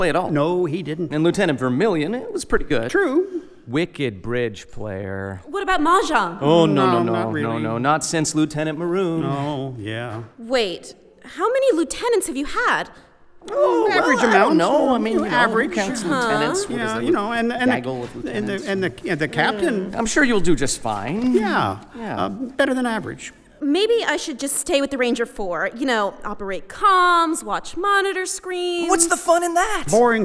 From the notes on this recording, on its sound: return to Escape Velocity this past Memorial Day and do a special live production